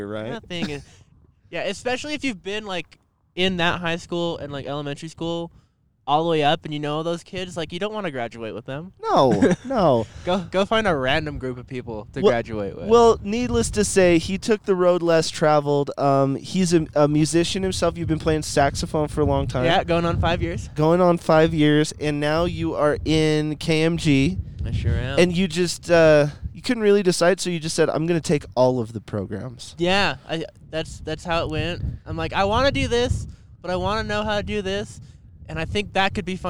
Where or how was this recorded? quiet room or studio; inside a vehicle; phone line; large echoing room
inside a vehicle